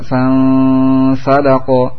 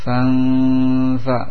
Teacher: Dalam firman Allah Subhanahu wa taala, fansalaqo. Anda persiapkan makhraj fa, yaitu ujung gigi dengan perut bibir bawah. Ya, siapkan, dekatkan fansa.